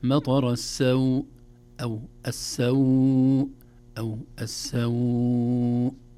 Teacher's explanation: ولو مددنا ست حركات ما في إشكال، ولو قلنا مطر السوء حركتين ما في إشكال · Term: مد اللين